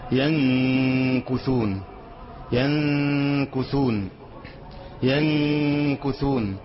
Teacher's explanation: خلي الغنة بتاعته قريبة من حرف الكاف